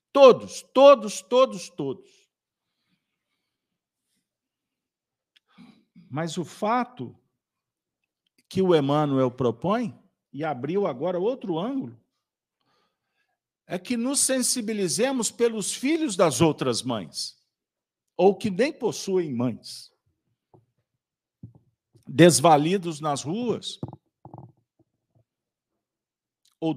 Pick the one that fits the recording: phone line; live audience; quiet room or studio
live audience